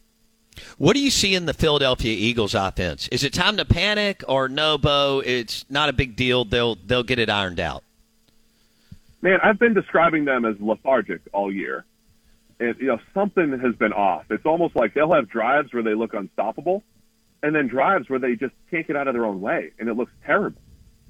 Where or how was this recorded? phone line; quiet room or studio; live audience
phone line